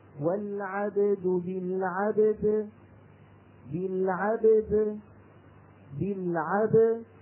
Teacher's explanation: الباء ساكنة أصالة والدال عند الوقف تسكن عروضا فيجتمع عندي حرفا قلقلة لأننا في القلقلة لا نفرق بين الحركة الأصلية والحركة العربية.